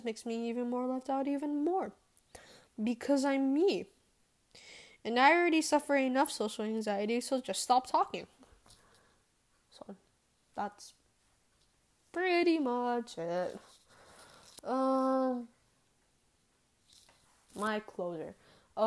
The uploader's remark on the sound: if you hear background noise it was me play with the mic because I get distracted easily